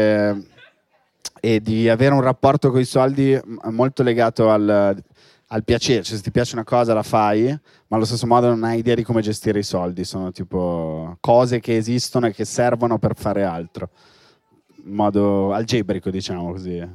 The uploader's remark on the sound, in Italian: In questa puntata LIVE da enoteca/naturale.